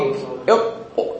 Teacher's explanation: اللسان ينطبق تماما على الحنك الأعلى · Term: الحبس